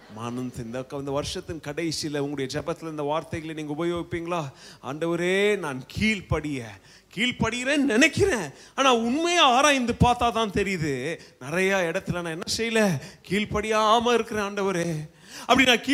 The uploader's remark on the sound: Preached at Zeal Gospel Church, Bangalore during 26th day of Annual Fasting Prayer.